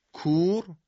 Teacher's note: ولی در کور، کاف بسته تر ادا شده · Term: کاف درسته